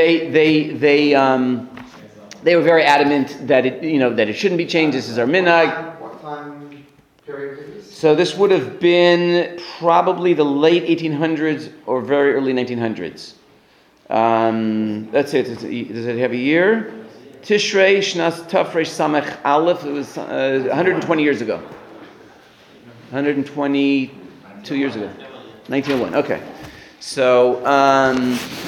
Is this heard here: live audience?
yes